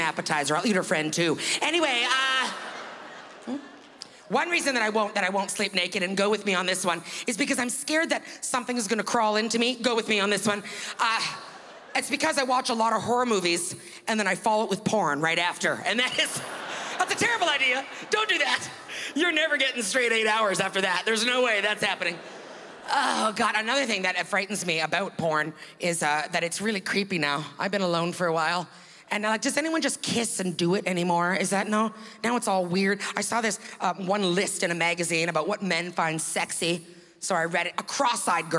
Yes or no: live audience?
yes